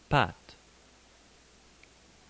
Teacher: The open front unrounded vowel, type a, a, as in French, pat.